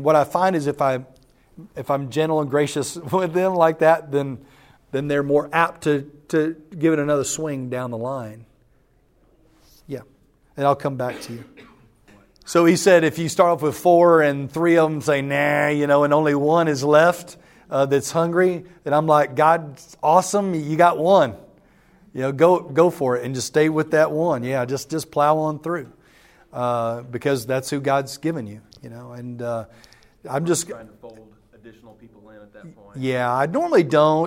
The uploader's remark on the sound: The following audio comes from the National Disciple Making Forum by Discipleship.org. An organization called discipleFIRST hosted a track called "Invest in a Few: How to Raise Up Reproducing Disciple Makers." That’s where audio for today’s episode was recorded.